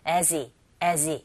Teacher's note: 이런 h 사운드가 굉장히 약하게 거의 안 들려요, 여러분. 그래서 as he라고 발음하는 경우도 있지만 보통 as he, 이런 식으로 as, 뒤에 나오는 e라는 뭔가 연결돼서 as he.